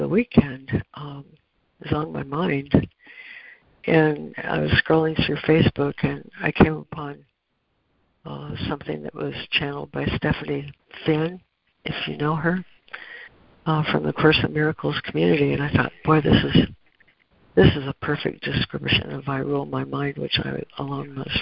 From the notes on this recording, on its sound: ACIM Daily Conference Call